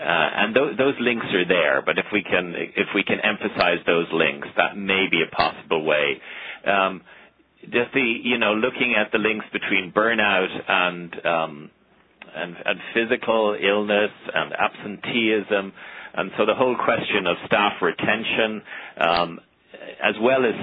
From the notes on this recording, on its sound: April 2009 Author in the Room® Teleconference